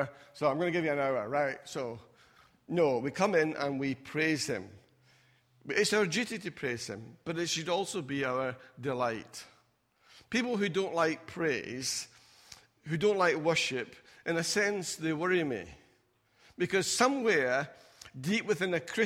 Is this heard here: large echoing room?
yes